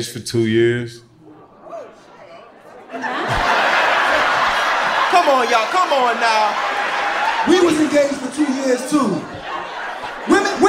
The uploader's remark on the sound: Live From Atlanta. ATLANTA, you brought the heat to Dead Ass Live at the Variety Playhouse. They wanted to find the ideal couple in the audience that night.